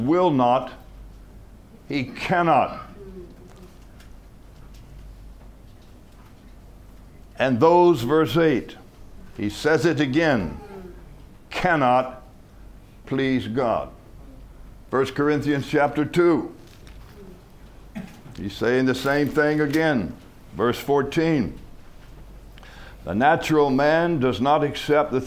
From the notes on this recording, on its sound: From the HeartCry Asia Conference 2023.